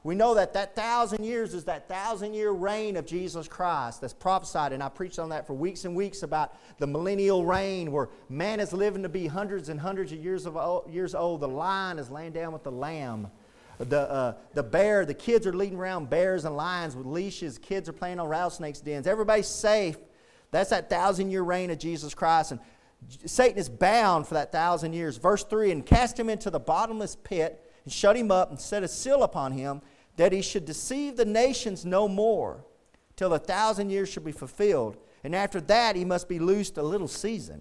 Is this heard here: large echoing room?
yes